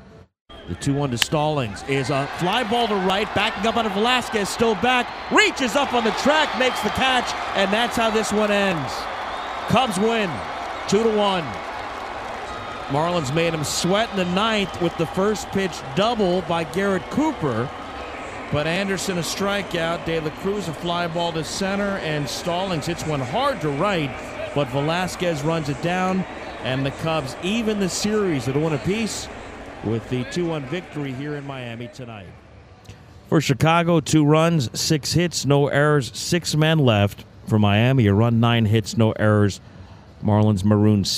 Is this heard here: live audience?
no